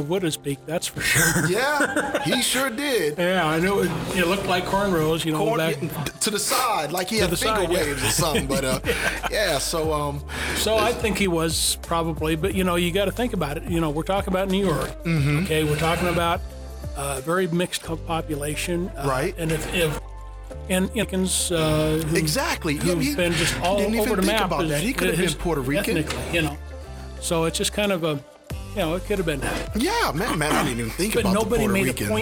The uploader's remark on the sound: We have a series of Podcasts taped from the recent AWESOME SpoCon in Spokane Washington